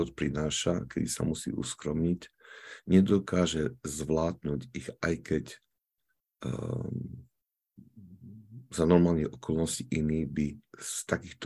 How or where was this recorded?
video call